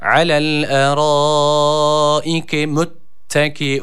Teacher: Halbuki burada ayn harfi yoktur. Vav'ın üzerindeki hemze kırık hemzedir ve bunu ayn şeklinde okumuyoruz. Elif şeklinde okuyoruz.